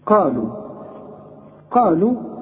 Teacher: القاف دي من أعلى حروف التفخيم، الحرف المفخم اللي بعده ألف قا